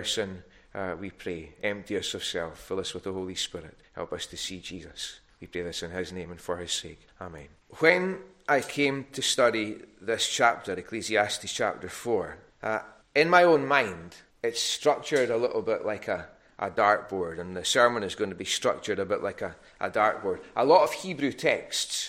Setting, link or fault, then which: setting, large echoing room